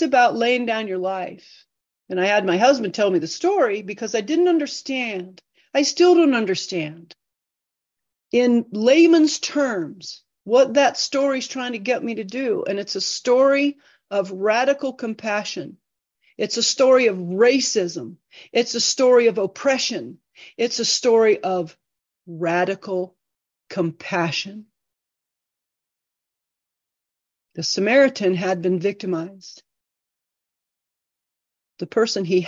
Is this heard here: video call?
yes